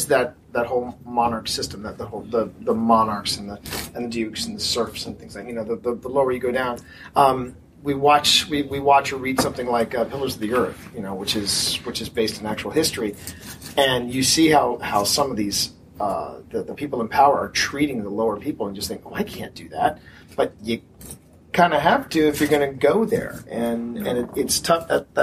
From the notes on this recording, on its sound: here's the last of the panels we recorded at Balticon 49!